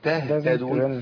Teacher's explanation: الهاء بتبقى ضعيفة. اه. فإذا ما همس الهاء مش هتظهر